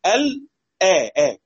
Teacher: السكت ليس تغيير في الهمزة، بعد السكت بننطق الهمزة · Term: تحقيق بسكت